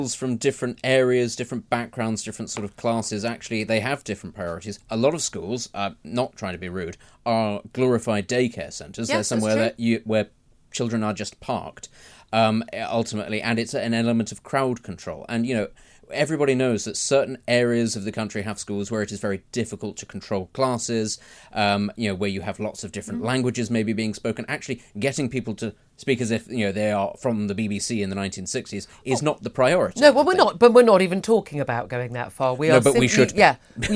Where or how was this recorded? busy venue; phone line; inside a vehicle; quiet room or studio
quiet room or studio